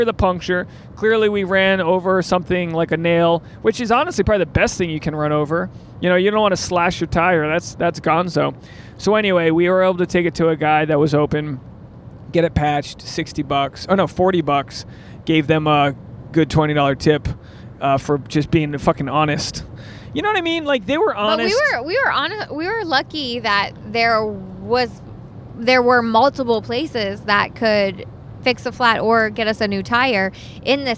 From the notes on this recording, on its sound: This episode was recorded on Route 73 eastbound.